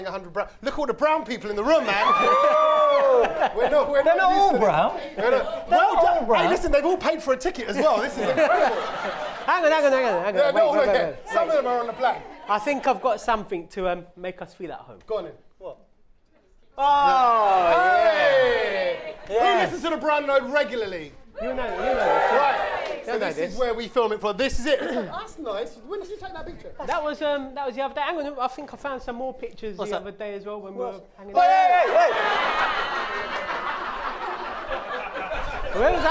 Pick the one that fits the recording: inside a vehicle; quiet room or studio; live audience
live audience